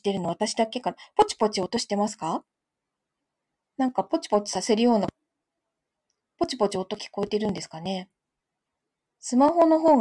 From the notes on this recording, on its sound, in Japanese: ライブでiPadとAndroidの違いを知りたくて、収録してみました。結果、Androidはプツプツしてダメでした。